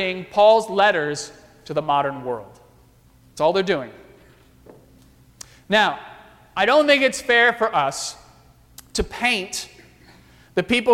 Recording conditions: large echoing room